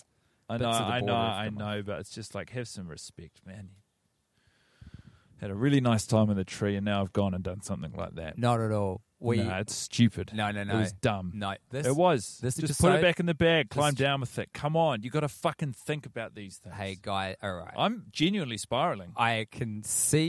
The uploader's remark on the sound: Welcome back to the podcast mini-series recorded in a tree. Inside of an Auckland park.